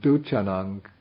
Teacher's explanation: when you have dur plus cha, the R gets assimilated and it becomes cha